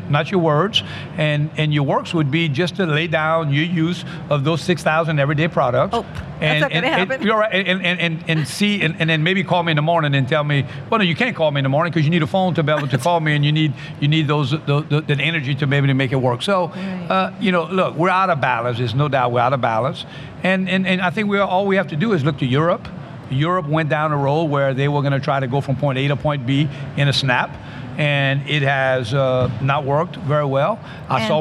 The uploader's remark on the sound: which was recorded at OTC